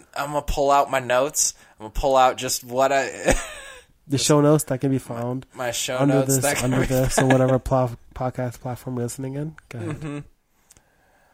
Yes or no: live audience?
no